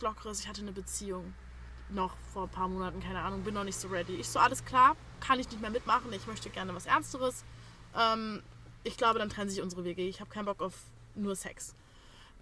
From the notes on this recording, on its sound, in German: Dadurch dass das Microphone aufgrund der Personenzahl anders eingestellt werden musste, sind leider nicht zu verhindernde background Sounds zu hören.